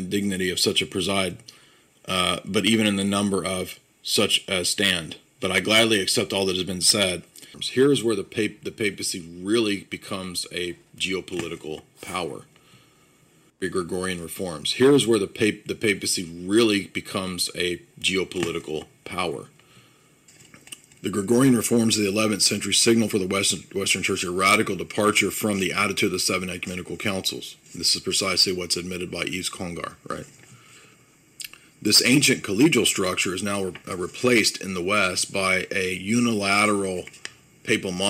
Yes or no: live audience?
no